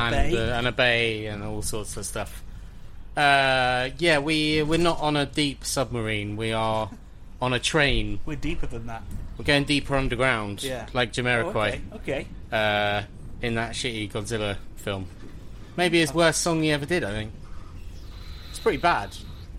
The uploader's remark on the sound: This week's episode is brought to you from LITERALLY under the sea, as we hurtle back from Belgium